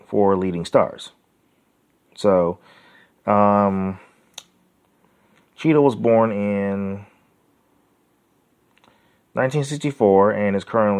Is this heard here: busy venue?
no